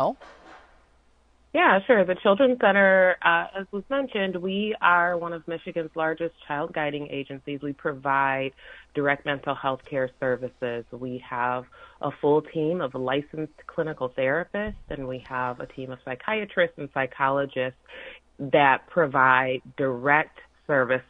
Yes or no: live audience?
no